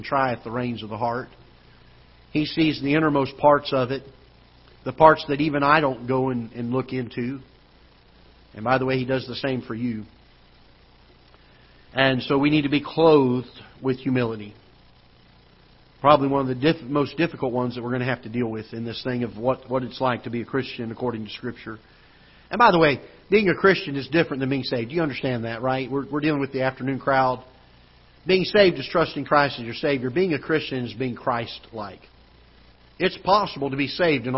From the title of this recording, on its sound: Ketha Heights Baptist Church ~ Live Broadcast